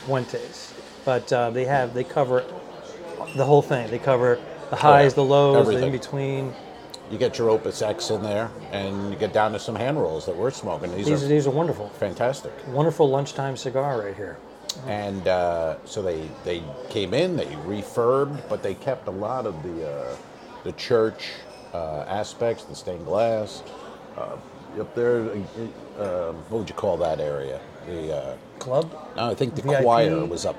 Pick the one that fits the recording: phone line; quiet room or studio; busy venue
busy venue